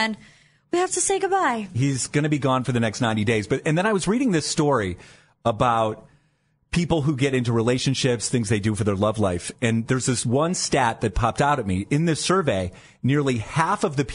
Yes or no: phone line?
yes